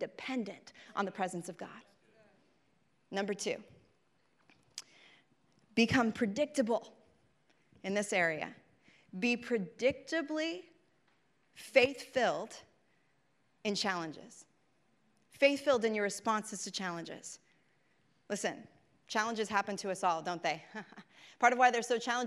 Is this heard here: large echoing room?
yes